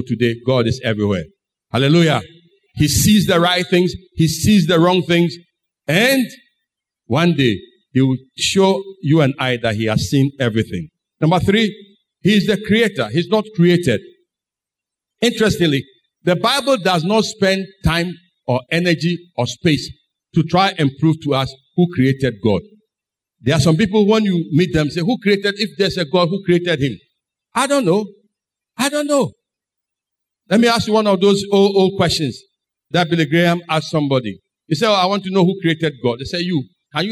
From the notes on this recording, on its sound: Sermon preached at CBC Adabraka Campus